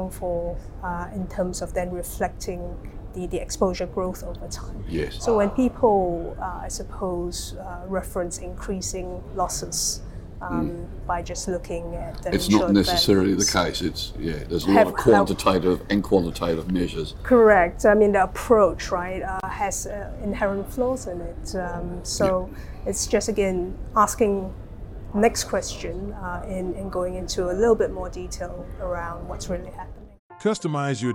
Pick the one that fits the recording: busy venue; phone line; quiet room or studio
busy venue